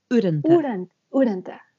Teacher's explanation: Urranta. If you put the emphasis on the first syllable